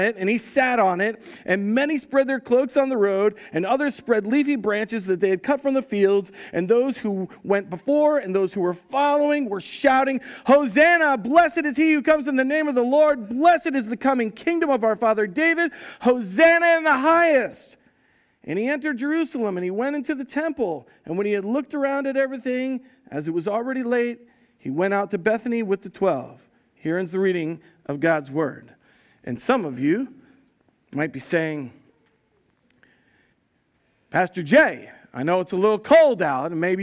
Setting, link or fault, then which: setting, large echoing room